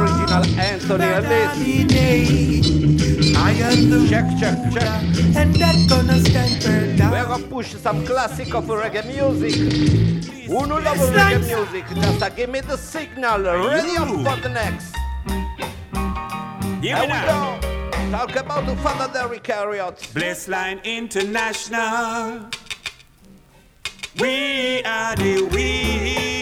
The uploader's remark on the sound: this is the Audio of the Dance